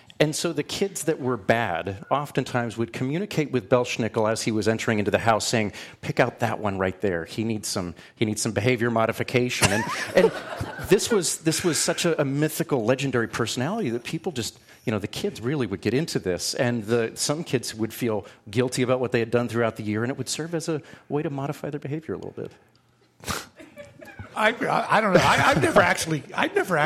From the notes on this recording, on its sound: Smart Talk broadcast live from Mount Hope Estate and Winery, located on Route 72 between Manheim and Lebanon -- just off Exit 266 of the Pennsylvania Turnpike.